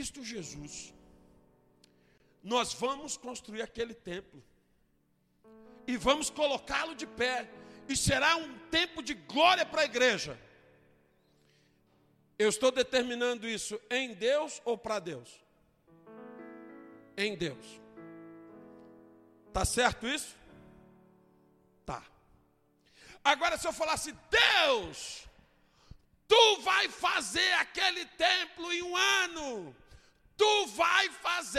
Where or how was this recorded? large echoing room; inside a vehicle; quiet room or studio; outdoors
large echoing room